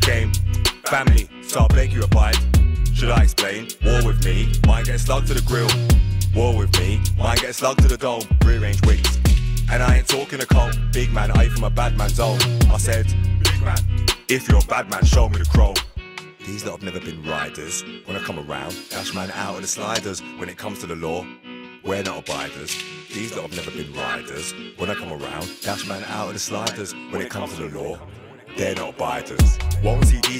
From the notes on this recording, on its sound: This one is from in Washington DC at a party called Amalgamation